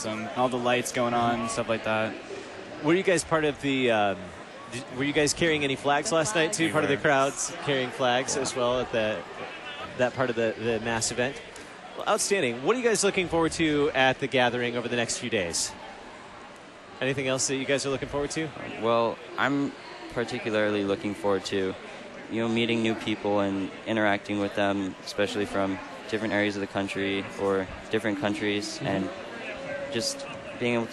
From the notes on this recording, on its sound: Live from the 2019 LCMS National Youth Gathering